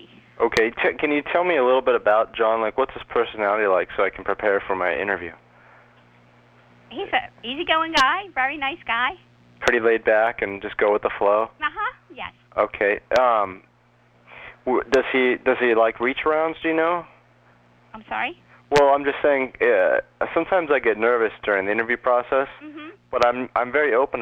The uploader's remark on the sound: Personal Prank Phone Calls Collection